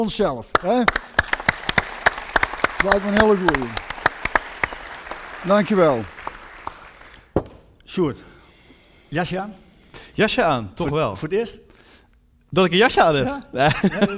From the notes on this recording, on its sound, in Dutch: Live in het Parktheater in Eindhoven. Je hoort een registratie daarvan.